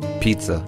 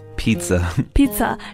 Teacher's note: 这个叫做破擦音，是一个就 TS